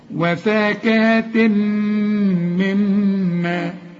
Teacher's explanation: وبعدين غنة الميم التانية اللي عليها الشدة، وفاء، يبقى الأولى إدغام والتانية حرف مشدد بغنه